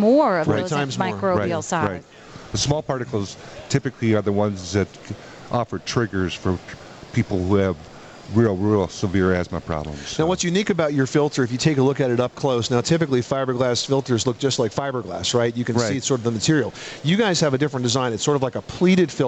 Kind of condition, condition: setting, busy venue